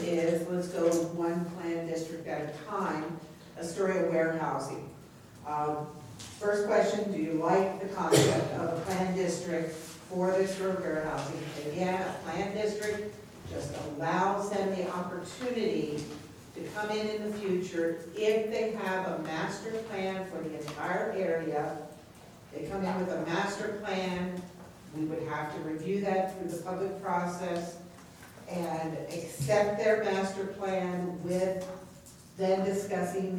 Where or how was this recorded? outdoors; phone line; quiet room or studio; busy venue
busy venue